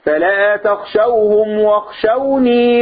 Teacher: غير واخشون اللي في سورة المائدة ثانية واخشون مفيش ياء هنا في ياء تمد مد طبيعي حركتين سواء وقفت او وصلت خلاص فلا تخشوهم واخشوني ما تقولش فلا تخشوهم واخشون لا اذا